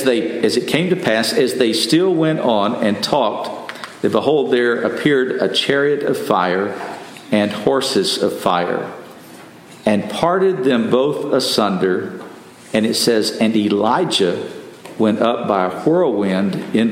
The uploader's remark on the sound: Message delivered Sunday, October 29, 2023 at Mt Carmel Primitive Baptist Church, Bel Air, Maryland.